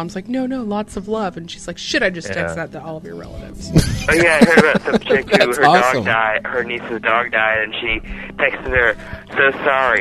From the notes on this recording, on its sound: …'s Personal Prank Phone Calls Collection.